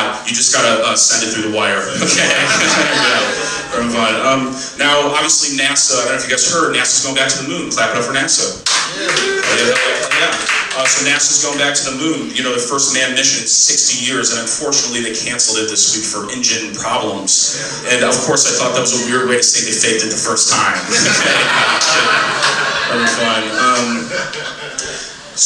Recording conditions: busy venue